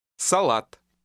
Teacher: Notice that the main stress is on the second A sound. Салат. Remember, in Russian, the stress or lack of stress given to a word or syllable can often change the sound of the letters.